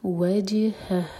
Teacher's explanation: دونوں ہا کی آواز کلیئر آئے، سینے سے ہیں دونوں